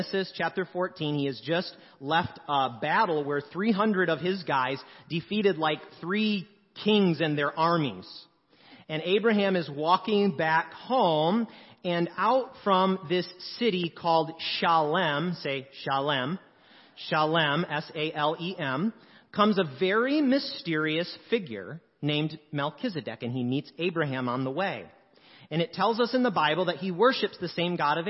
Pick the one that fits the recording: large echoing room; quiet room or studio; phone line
large echoing room